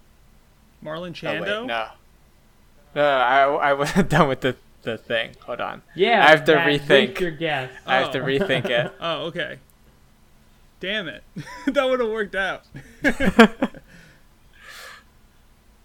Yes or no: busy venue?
no